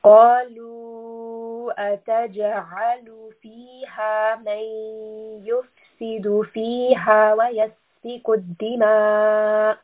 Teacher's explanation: ayn is from the middle of the throat, so we want a slight strangulation.